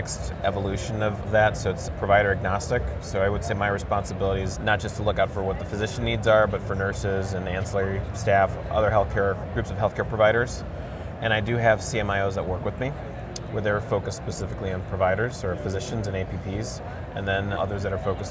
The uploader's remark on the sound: an Interview in Action live from ViVe 2023